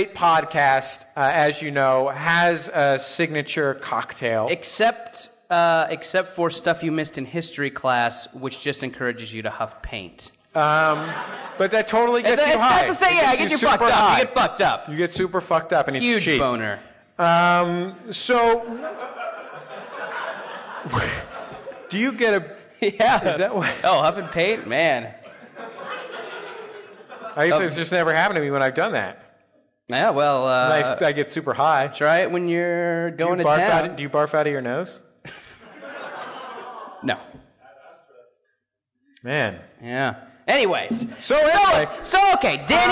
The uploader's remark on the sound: live in Seattle with the Monsters of Podcasting